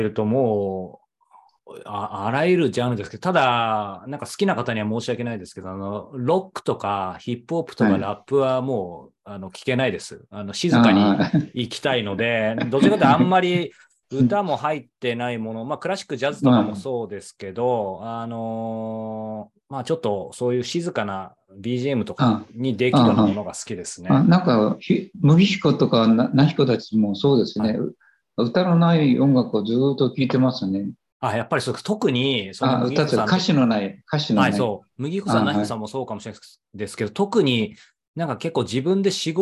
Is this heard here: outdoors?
no